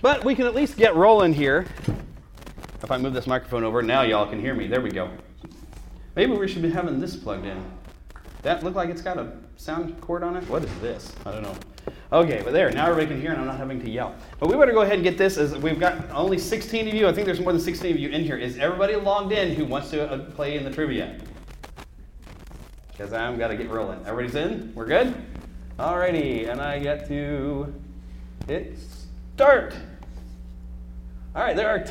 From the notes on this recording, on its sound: We had some technical difficulties with running sound at our show, but with a bit of editing, I’ve added those sounds back in to this episode of the podast.